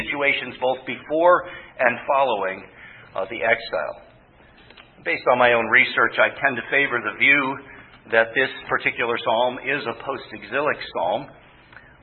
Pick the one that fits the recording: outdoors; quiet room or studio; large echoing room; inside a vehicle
large echoing room